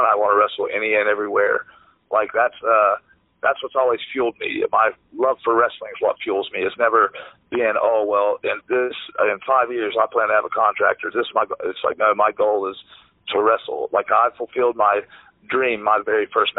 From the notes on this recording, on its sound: This episode features a phone chat